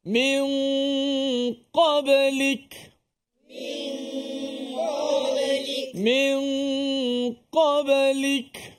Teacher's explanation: Hukum gunnah ikhfa' di sini nun bertemu dengan qaf, diikhfa'kan min qablik.